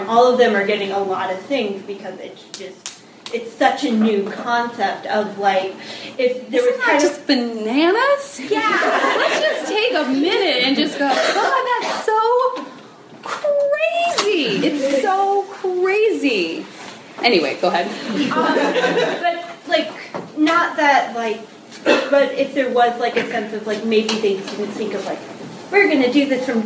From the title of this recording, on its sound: Live Panel from the University of Chicago’s Sex Week